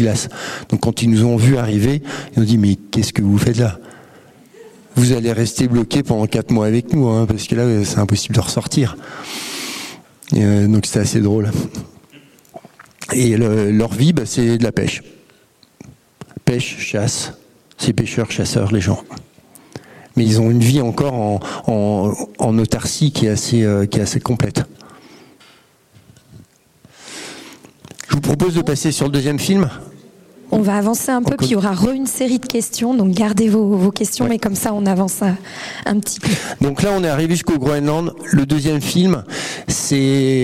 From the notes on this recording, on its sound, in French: Une conférence de l'ENSA, Ecole Nationale de Ski et d'Alpinisme.